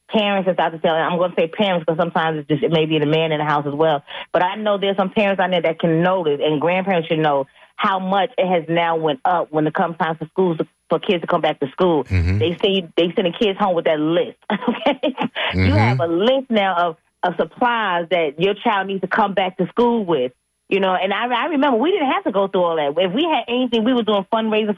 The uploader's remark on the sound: unique magazine format call-in show